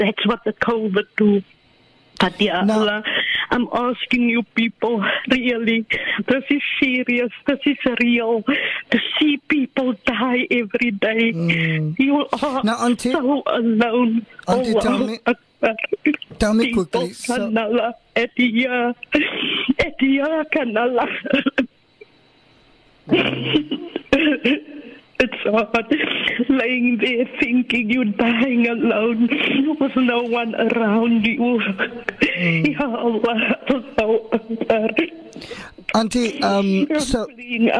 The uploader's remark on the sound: Those were the emotional words of a regular VOC listener who called into the show this morning.